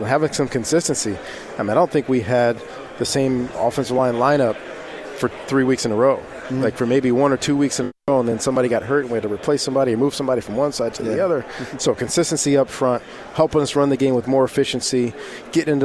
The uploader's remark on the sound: live from Pac-12 Media Day